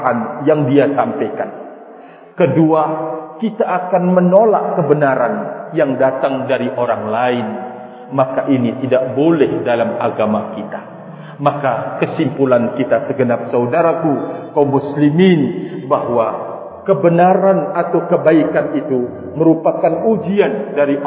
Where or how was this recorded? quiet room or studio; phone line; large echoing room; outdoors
large echoing room